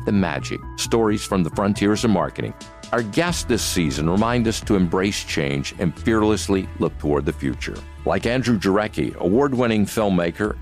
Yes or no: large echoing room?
no